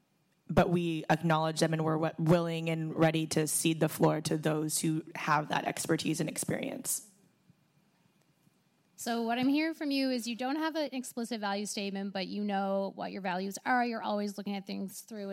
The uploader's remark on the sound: Go Live at The Guild. Our first live pod! Recorded at The Guild's event in Ottawa.